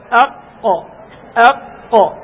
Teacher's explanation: الحنك الأعلى اللحمي مع أقصى اللسان فوق يخرج القاف · Term: القاف الصحيح